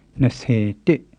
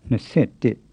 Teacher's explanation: The only irregularity, which you may have noticed, is that in compound numbers, the low tone on se is often changed to a creaky tone · Shown in: second take · So instead of nase di, you'll often hear nase di.